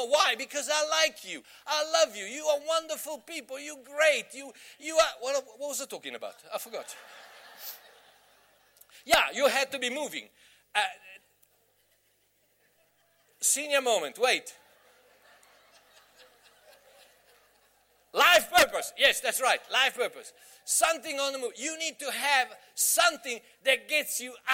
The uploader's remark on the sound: Message preached at the Bay Christian Church in Somerset West